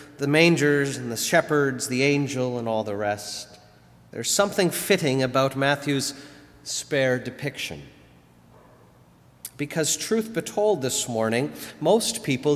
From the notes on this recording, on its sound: Sermon delivered at All Saints Kingsway on December 22, 2019.